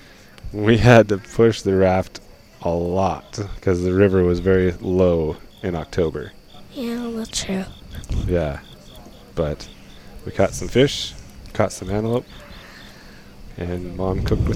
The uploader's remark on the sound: Live from the 2022 BHA Rendezvous.